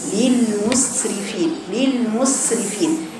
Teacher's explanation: صوت السين وصفير السين